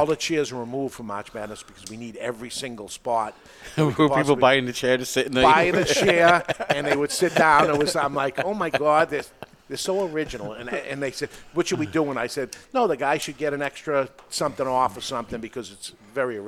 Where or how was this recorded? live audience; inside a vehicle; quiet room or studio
live audience